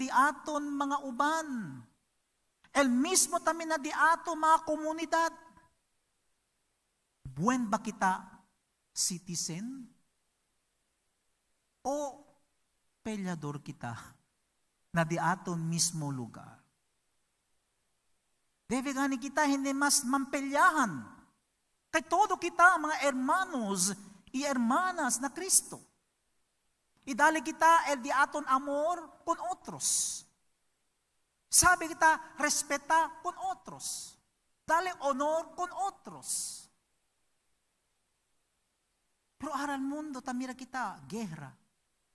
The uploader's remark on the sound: recorded el pasado 3 de Octubre de 2021 na Zamboanga City Alliance Evangelical Church